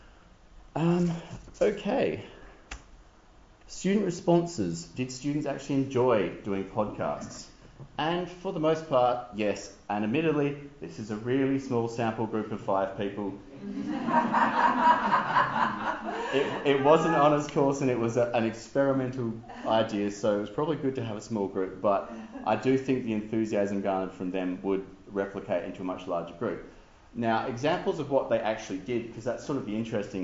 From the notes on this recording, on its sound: Audio from a conference presentation.